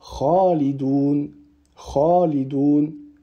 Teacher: Cette petite virgule, Ce petit accent est en réalité un elif, donc il faut prolonger deux temps.